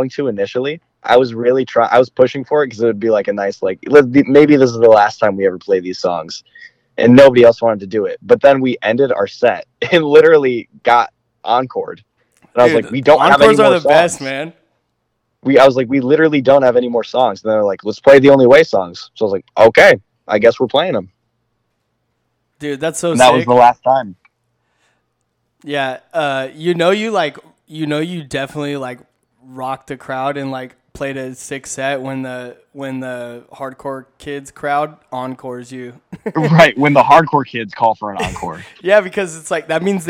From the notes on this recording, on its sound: hit the YLIA phone line for a live radio interview on KZAA 96.5 FM